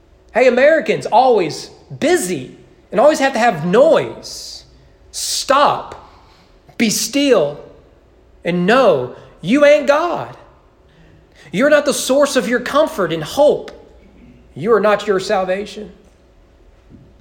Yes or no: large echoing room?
yes